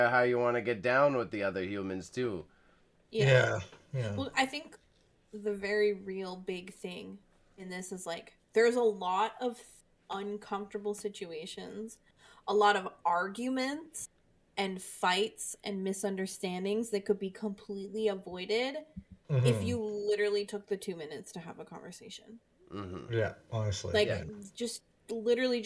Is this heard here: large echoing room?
no